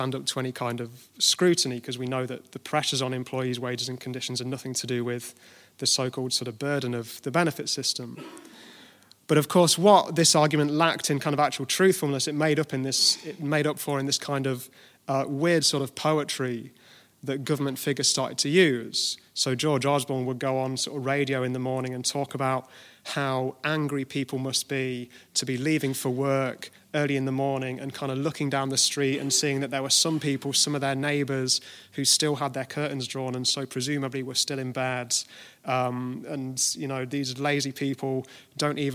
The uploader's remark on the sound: at the Kevin McMahon Memorial Lecture 2018 in SIPTU's Liberty Hall, Dublin